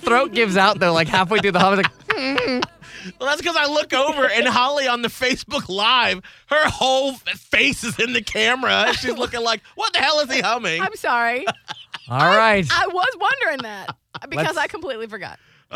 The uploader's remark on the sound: Our Fam member on the phone today